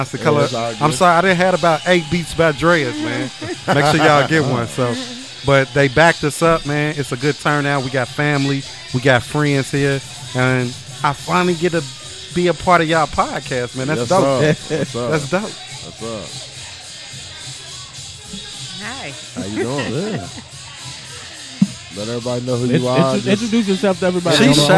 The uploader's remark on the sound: sit down and chat with us while we recorded live